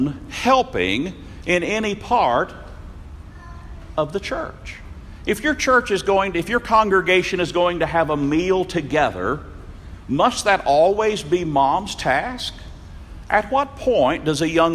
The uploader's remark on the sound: Norman Young Peoples Meeting. Audio Courtesy of Norman, OK Church Of Christ.